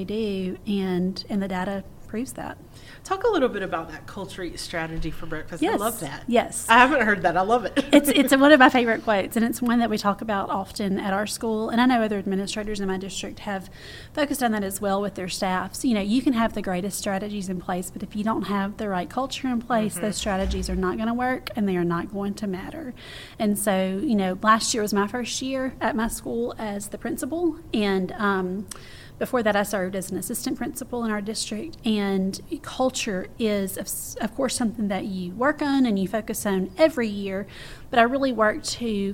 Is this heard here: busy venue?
yes